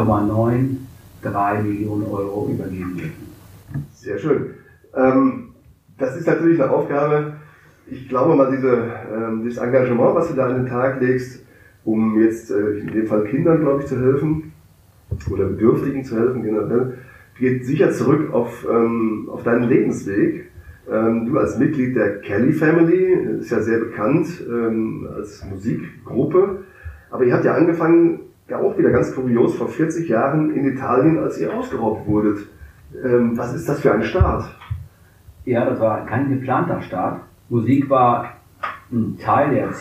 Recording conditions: poor sound quality